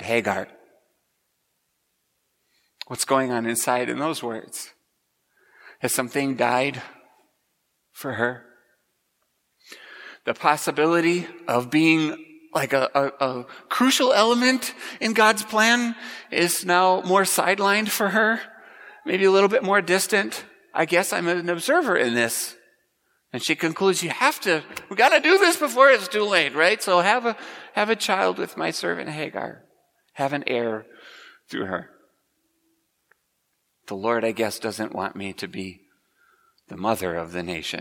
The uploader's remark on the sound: Preached at Grace Ev. Lutheran Church.